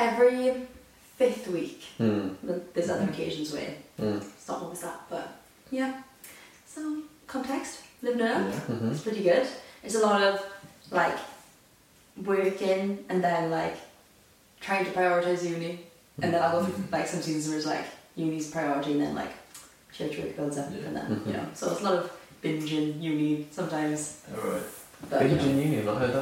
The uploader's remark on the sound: Please bear with us regarding the audio quality of this video! Due to some technical difficulties it's not quite what we want it to be.